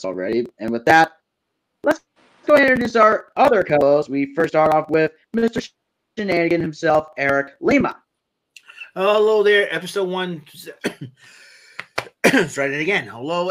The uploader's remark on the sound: I want to apologize once again with the audio and having technical difficulties throughout the program